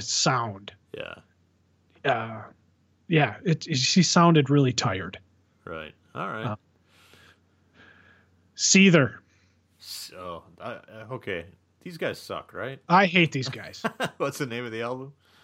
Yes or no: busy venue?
no